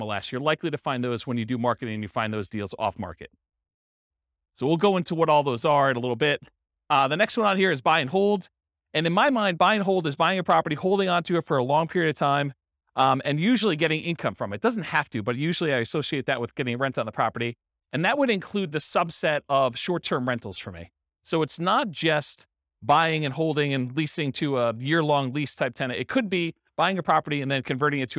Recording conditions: live audience